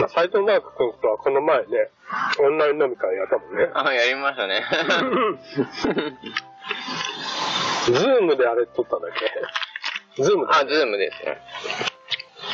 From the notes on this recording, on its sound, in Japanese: 今回は私が岐阜県美濃加茂市にお邪魔しました！お昼の時間にこの収録してます！！音質はちょっと良くないですが。